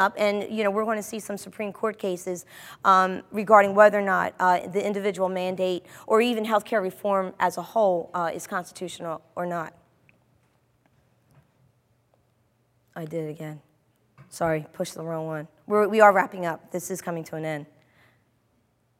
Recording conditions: live audience